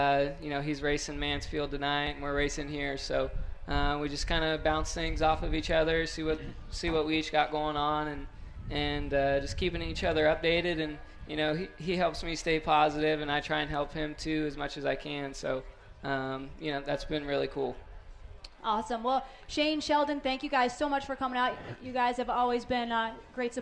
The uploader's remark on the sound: From Nashville Fairgrounds. LIVE at Nashville Fairground before the Music City Outlaw Nationals.